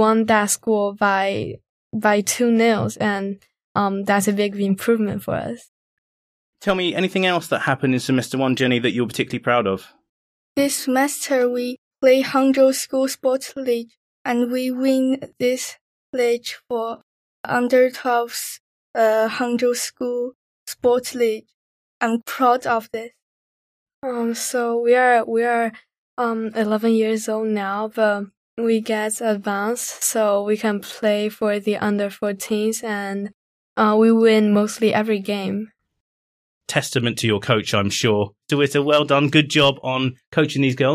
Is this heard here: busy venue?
no